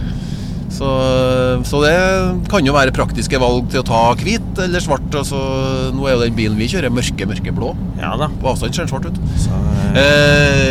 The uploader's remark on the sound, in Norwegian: For første gang har vi spilt inn en artipodd i turnebussen langs E6.Naturlig nok noe bakgrunnsstøy...